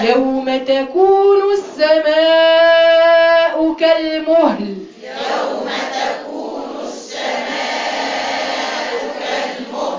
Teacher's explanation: ها السماء فيها ايه؟ مد اربع او خمس حركات